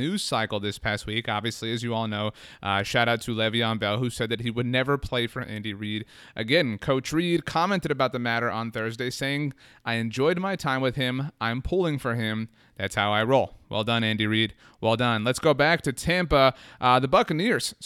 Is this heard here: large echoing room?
no